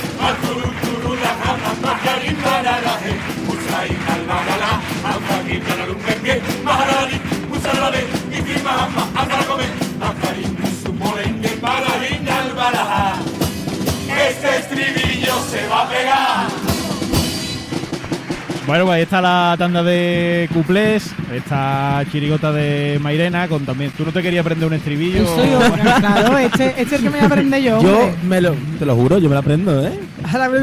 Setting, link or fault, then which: setting, live audience